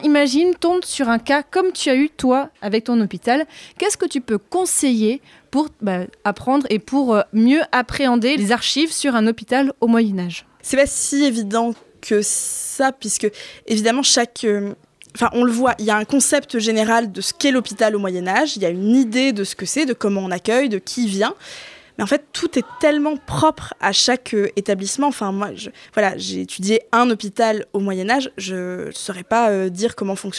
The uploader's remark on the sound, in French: Cet épisode du podcast a été enregistré en public, dans le bar la Boulangerie à Lille en mars 2023, d'où les bruits en fond !